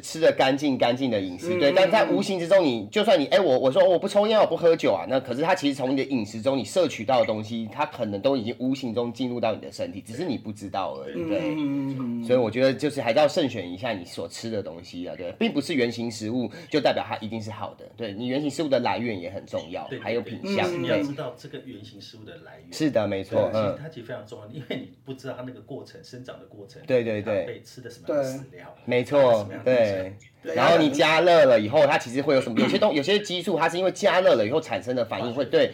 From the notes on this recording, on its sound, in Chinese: 轉發一段低俗囍劇節目內容錄音。設備問題小雜音 大小聲請見諒。